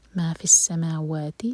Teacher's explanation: جب ہم پڑھیں السماوات میک شور ما اور وا دونوں مد طبعی ہیں، دونوں دو دو حرکہ لمبا کھینچیں